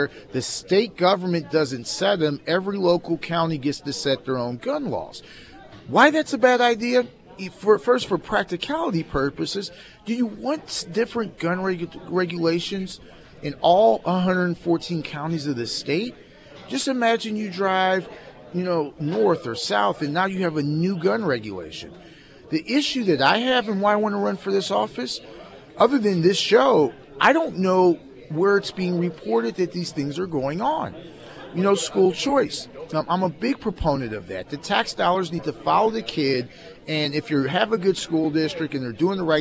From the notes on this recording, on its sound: live at Scramblers Diner for the Friday Road Show